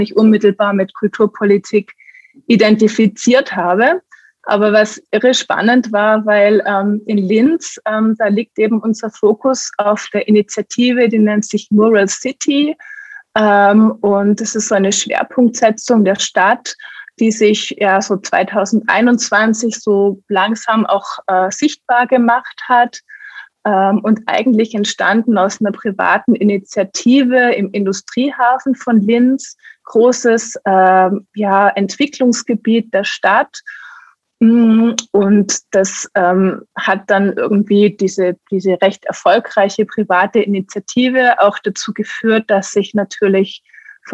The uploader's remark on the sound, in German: Im Zoom-Webtalk